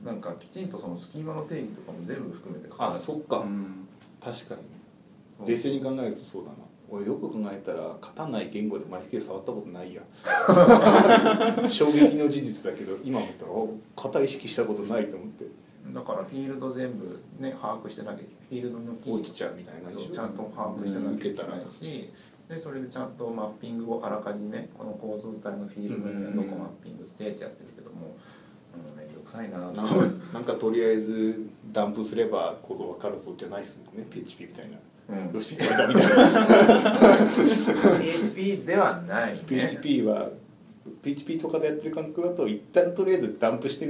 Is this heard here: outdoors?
no